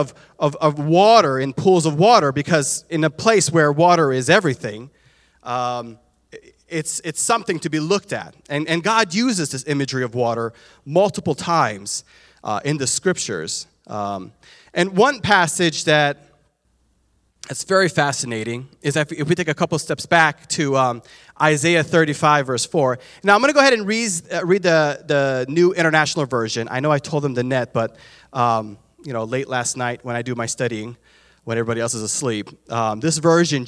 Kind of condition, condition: setting, large echoing room